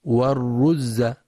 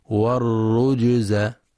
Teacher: ويخطئ بعضهم فيقرأ والرجز بإخفاء الجيم فتكون والرز، والصواب قلقلة الجيم · Shown in: second take